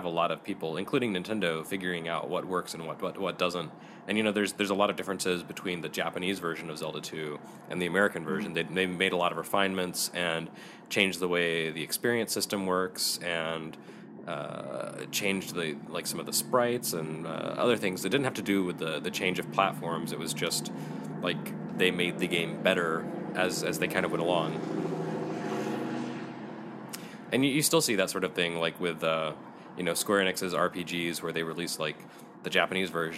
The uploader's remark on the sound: Live at Portland Retro Gaming Expo